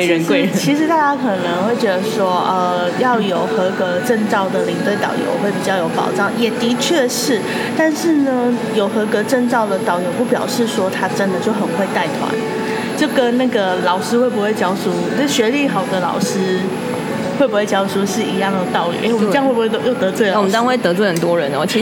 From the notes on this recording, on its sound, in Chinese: 這次錄音在「咖萃」咖啡店裡面錄製的，所以背景音會比較大聲一點，相對也自然啦。這是一家在台中永豐棧酒店旁邊的咖啡店。